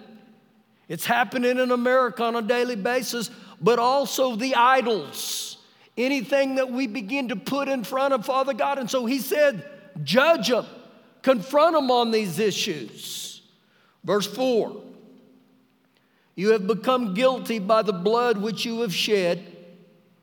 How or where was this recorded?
large echoing room